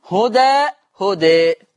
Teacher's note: لما يقف عليها هيبقى فيها الفتح والتقليل